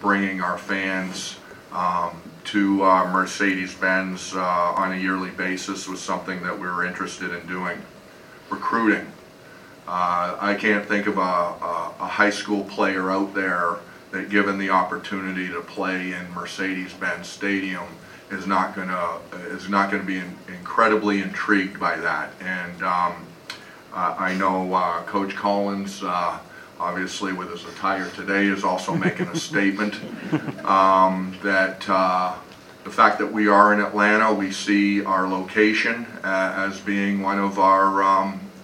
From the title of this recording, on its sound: Mercedes-Benz Stadium Press Conference